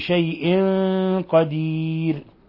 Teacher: تنوين كسر جاء بعده القاف الحكم التجويدي إخفاء حقيقي. ثم الوقف على الراء من قدير بثلاثة العارض للسكون مع ترقيق الراء قدير.